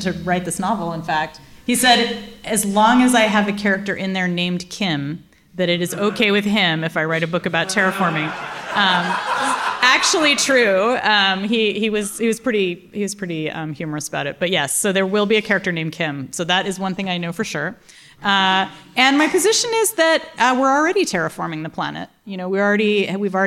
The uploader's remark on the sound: in conversation and Q&A with the audience